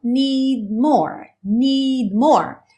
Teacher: Ou seja, você pode ouvir essa percussão need, need, ou need, need, need. Você tem a intenção de fazer o D, mas ele não soa realmente